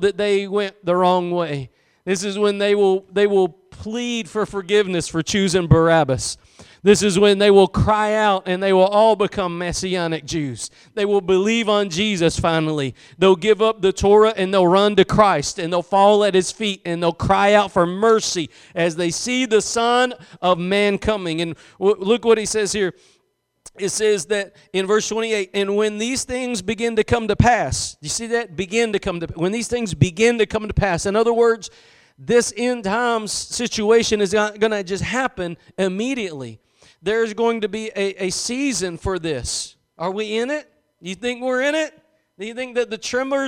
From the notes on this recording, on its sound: Preached at Gospel Lighthouse in Bossier City, La.